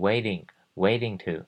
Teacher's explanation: waiting 我们为了念比较快，它会这个 t 的音会发成轻声的的音